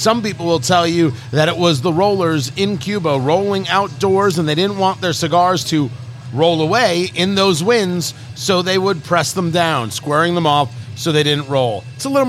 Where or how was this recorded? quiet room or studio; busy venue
busy venue